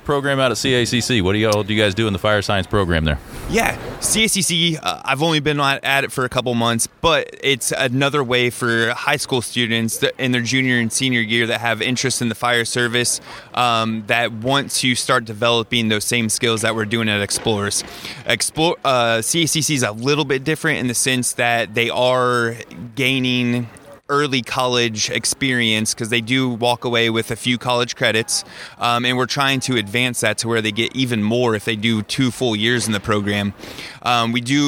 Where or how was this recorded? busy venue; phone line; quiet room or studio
busy venue